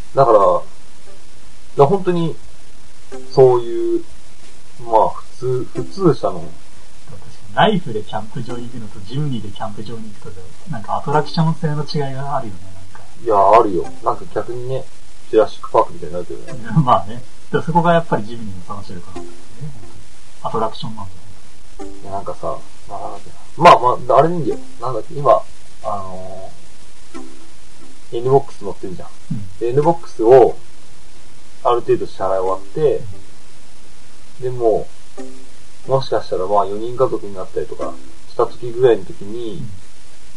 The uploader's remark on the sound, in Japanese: 低音質です